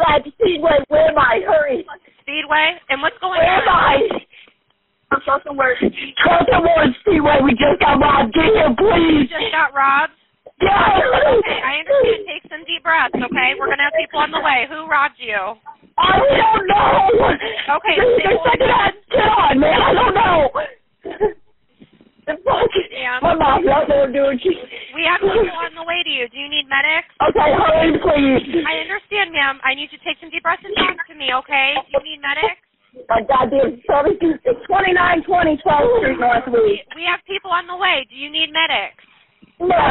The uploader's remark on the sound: This is one of the many 911 calls that came to dispatchers during a spree of armed robberies at gas stations and convenience stores in Canton.